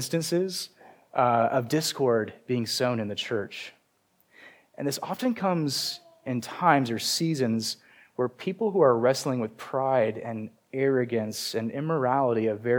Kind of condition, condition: setting, large echoing room